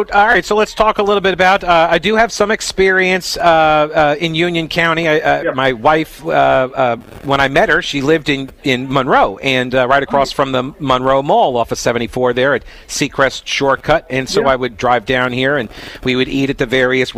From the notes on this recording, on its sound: Broadcasting live from the 31st Annual Union County CrimeStoppers BBQ event!